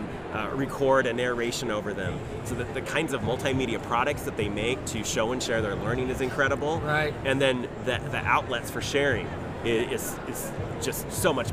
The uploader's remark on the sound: Live from GaETC 2017